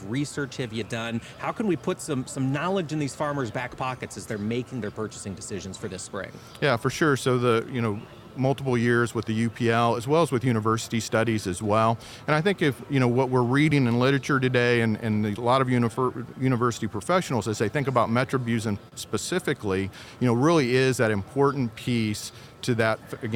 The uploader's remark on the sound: AOA is live this week from the Commodity Classic in New Orleans!